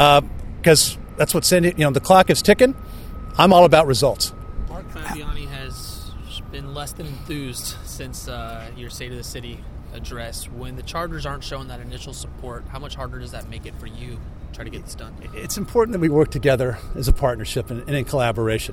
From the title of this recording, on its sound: Stadium Press Conference